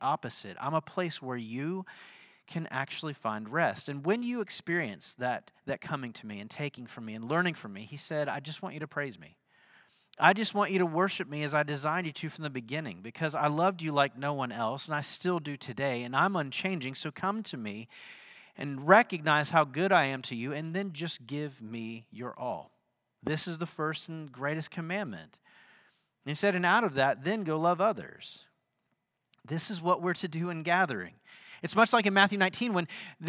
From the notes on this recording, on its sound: Sunday sermon at The Fellowship in Nashville.